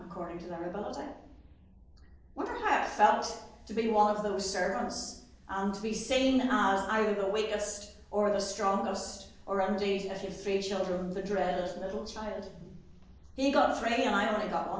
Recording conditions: large echoing room